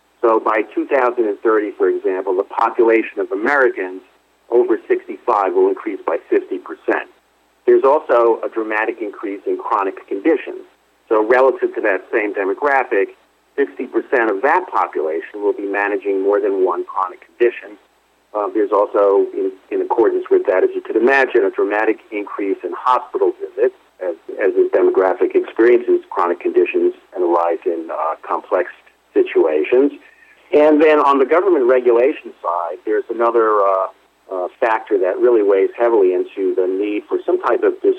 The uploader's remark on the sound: called in to SmallCapVoice